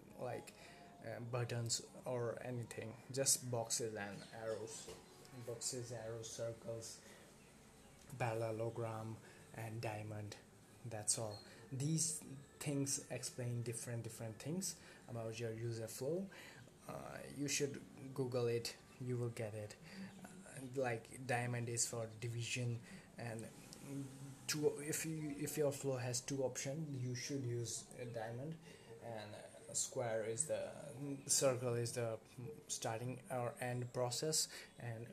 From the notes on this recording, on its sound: Sorry for the low voice I didn't had a clear idea on what pitch I should talk in the episode because I was using different mic.